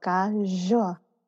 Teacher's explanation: So you ga, so you kind of roll the G into the hard K, ga, and then zhua. When you make that zh sound, you're vibrating like the whole of your tongue, like all of your tongue up against your roof.